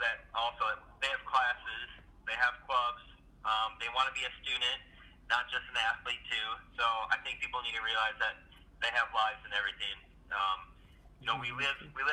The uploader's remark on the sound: conference call interview